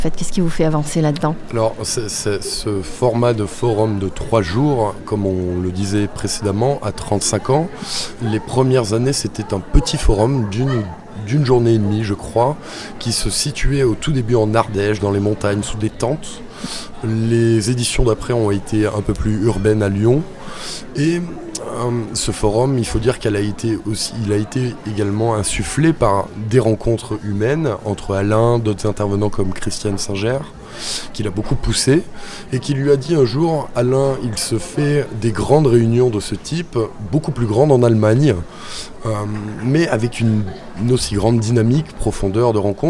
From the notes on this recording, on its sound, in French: En Direct Du Forum A Ciel Ouvert. PODCAST des entretiens exclusifs enregistrés au FORUM A CIEL OUVERT.